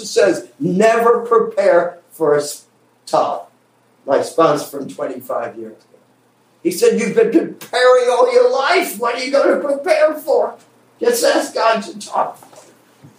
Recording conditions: poor sound quality